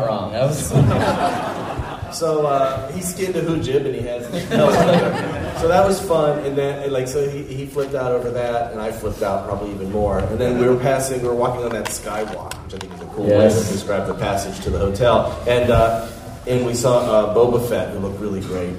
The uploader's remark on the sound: Celebration Orlando Live Show. This episode, it’s our live show from Celebration Orlando!